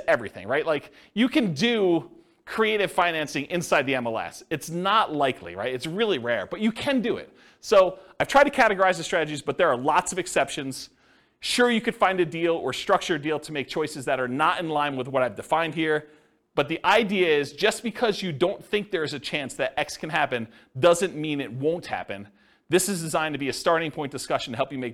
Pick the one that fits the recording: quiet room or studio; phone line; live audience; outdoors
live audience